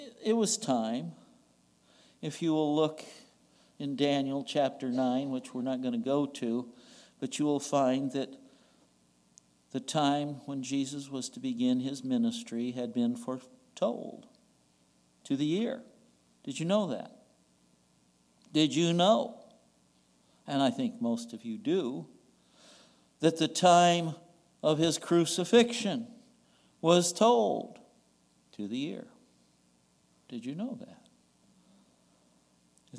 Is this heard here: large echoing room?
yes